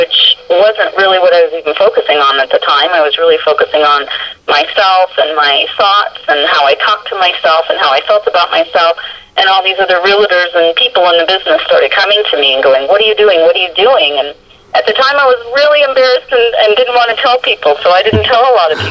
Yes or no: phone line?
yes